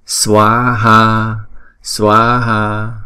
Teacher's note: hai chữ A này có dấu gạch ngang cho nên chúng ta đọc kéo dài hai nhịp